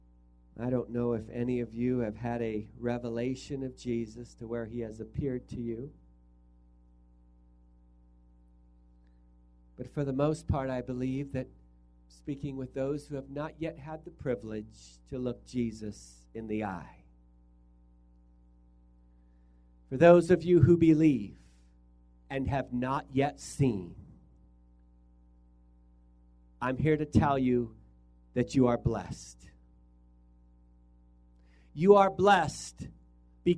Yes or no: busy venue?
no